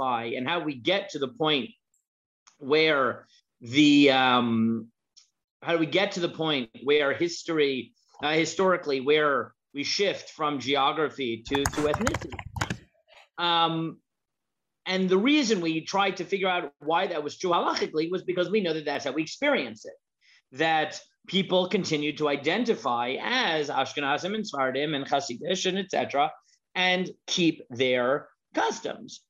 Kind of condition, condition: link, video call